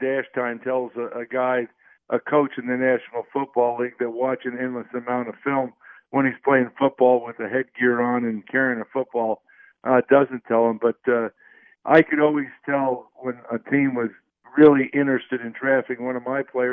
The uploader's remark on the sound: Take phone calls and talk news around sports.